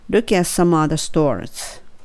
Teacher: other の th もベロ出してしっかりと r を聞かせる